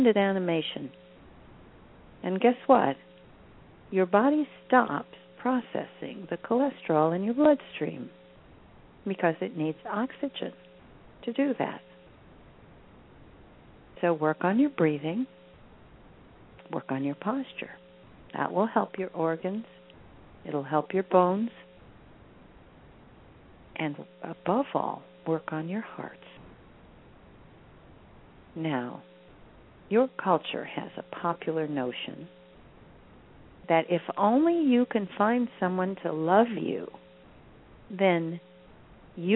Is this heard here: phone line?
yes